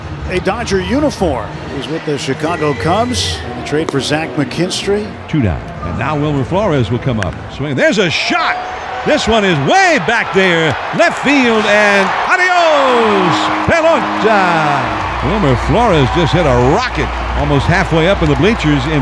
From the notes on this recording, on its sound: LIVE from Oracle Park